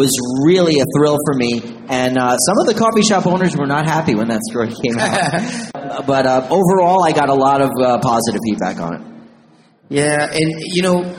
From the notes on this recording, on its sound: In the second of two episodes recorded live on stage at the 2019 Hawaii Cannabis Expo in Honolulu.